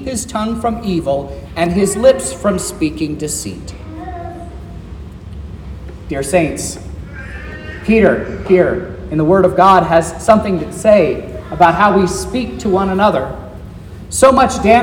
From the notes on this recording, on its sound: This is the sermon preached at Trinity Lutheran Church in Vallonia, Indiana, on Sunday, July 9th, 2023